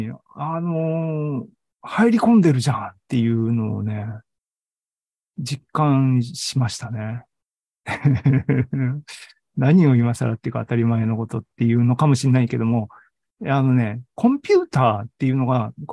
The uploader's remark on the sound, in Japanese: ２０２２年９月２８日に開催した ZOOMライブの模様です。